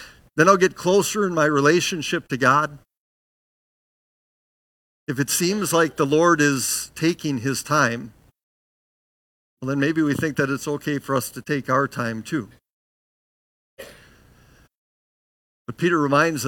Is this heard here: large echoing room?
yes